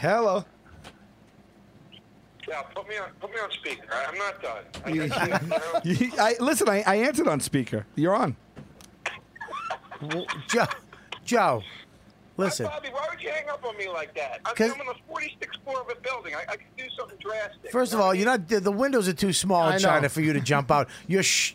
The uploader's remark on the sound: an international phone call